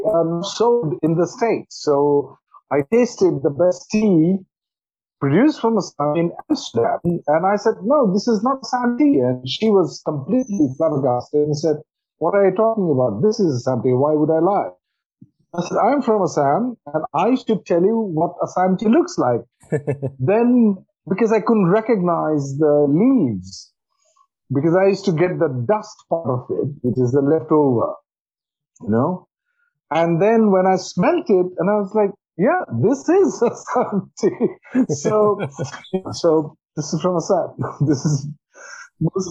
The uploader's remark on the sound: Over a delightful brew of Assam tea. Some minor technical difficulties when recording this conversation means that the quality is not up to usual standards.